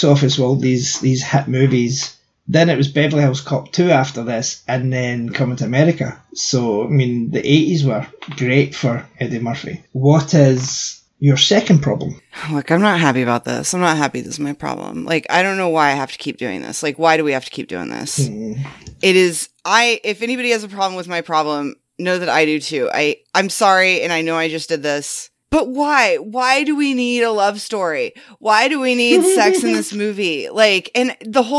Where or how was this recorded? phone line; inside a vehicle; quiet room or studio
quiet room or studio